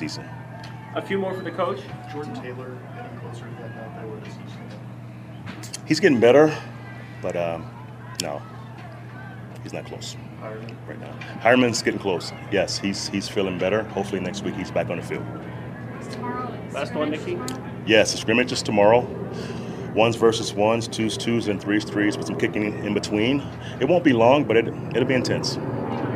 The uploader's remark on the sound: live from Broncos Training Camp